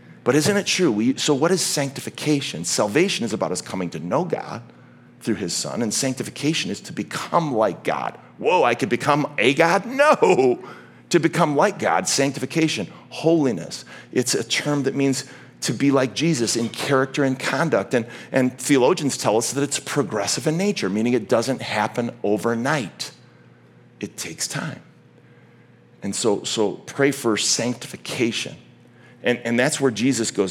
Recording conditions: large echoing room